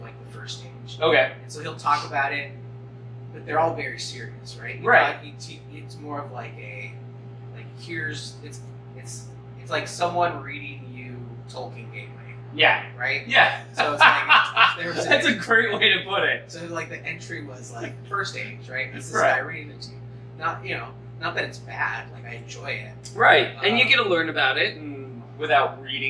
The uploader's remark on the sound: The audio is not great on this one. I was still figuring everything out.